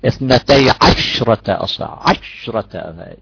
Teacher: في ناس بحققوا هكذا اثنتي عشرة أصابع، عشرة يضغطون على الشين المفردة فيصبح زمنها أكثر من الحرف المشدد نفسه